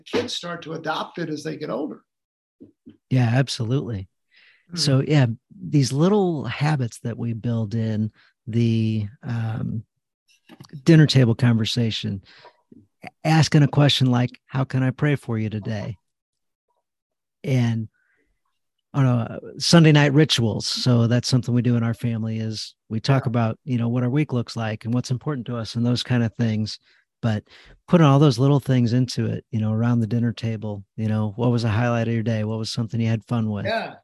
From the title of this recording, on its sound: Live Community Call Q&A